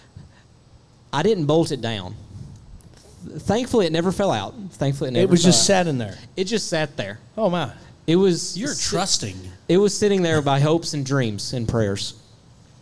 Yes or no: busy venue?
yes